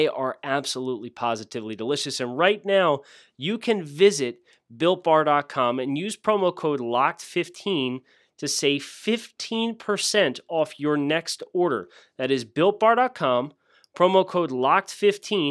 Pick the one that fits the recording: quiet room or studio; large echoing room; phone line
quiet room or studio